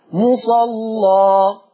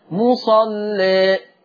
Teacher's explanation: عشان تعمل فتح للالف المادية لازم تغلظ اللام، وعشان تعمل تقليل للالف المادية لازم ترقق اللام · Term: تغليظ اللام